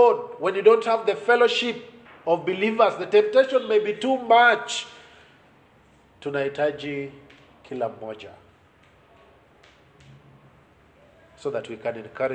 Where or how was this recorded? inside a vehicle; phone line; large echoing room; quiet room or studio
large echoing room